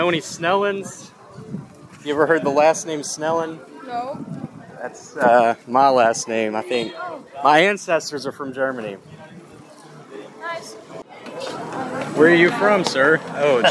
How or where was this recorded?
busy venue